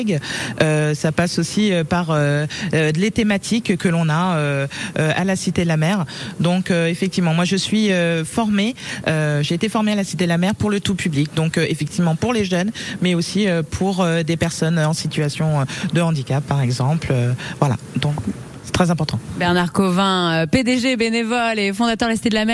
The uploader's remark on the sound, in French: en direct de la Cité de la Mer